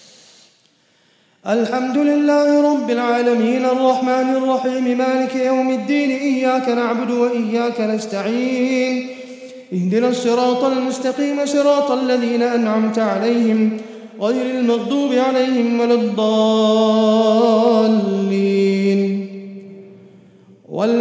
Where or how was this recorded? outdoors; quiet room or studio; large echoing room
large echoing room